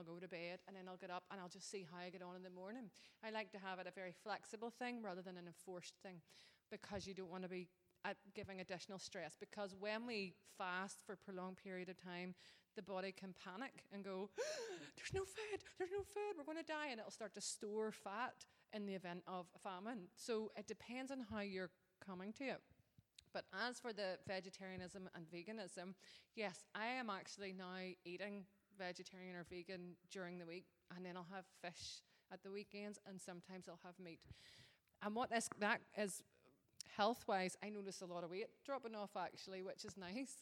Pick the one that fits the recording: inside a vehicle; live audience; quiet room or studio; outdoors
live audience